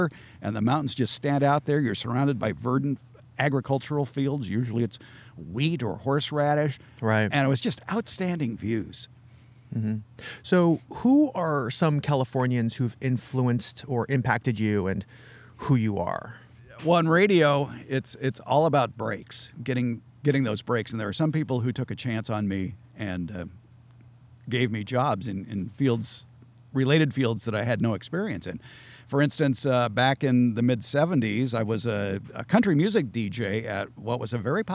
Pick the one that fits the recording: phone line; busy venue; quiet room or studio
busy venue